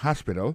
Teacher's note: accent tombe sur le premier syllabe là, il y a trois syllabes